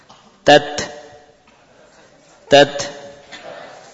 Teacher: Memunculkan desis setelah melepaskan ujung lidah dari pangkal gigi.